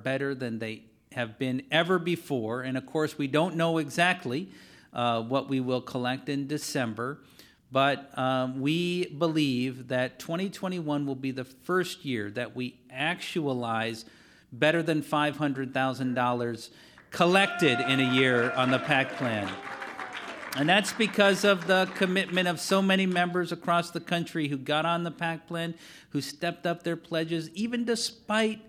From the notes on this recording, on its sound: delivers presidential release #511 before a live virtual and in-person audience